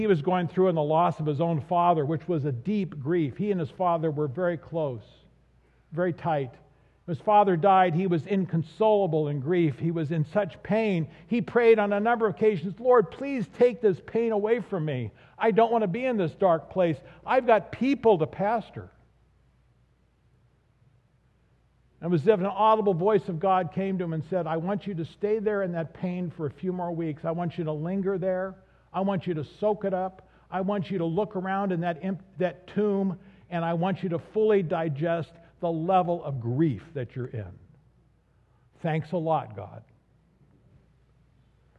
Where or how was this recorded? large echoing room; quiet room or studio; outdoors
large echoing room